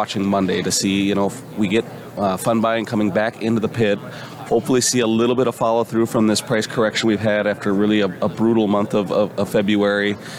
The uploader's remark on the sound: coming to you live from Commodity Classic!